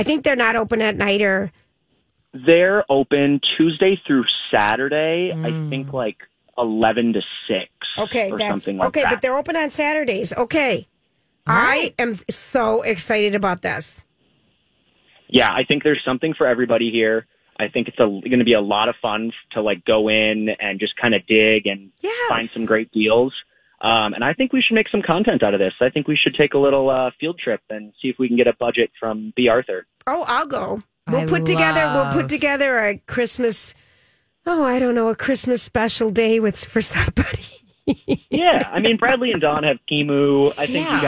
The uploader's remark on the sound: Is in studio today. Called.